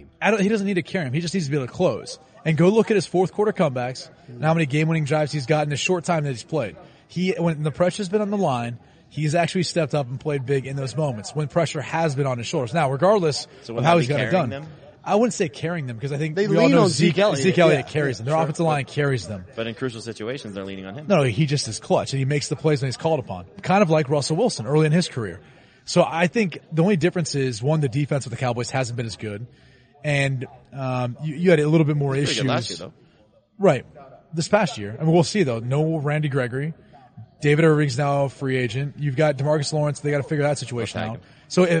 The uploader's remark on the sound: live from the floor at the 2019 NFL Combine